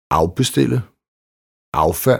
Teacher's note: Diftong udtale af ved forstavelsen af.